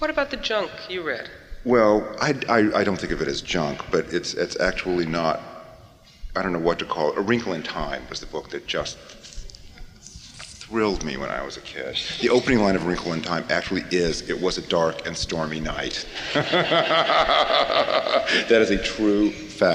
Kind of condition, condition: setting, live audience